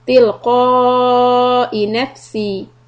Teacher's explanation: We are just going to say the hamza sound, not ya sound.